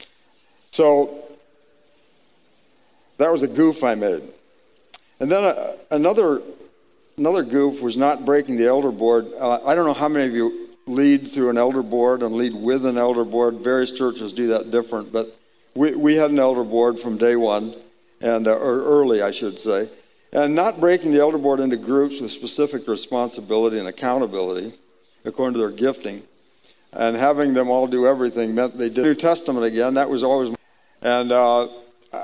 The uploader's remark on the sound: The audio in this episode was recorded on March 12, 2019 at the Acts 29 Heartland Spring Regional.